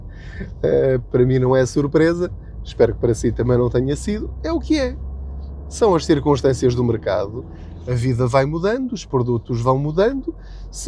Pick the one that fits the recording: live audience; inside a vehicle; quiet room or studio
inside a vehicle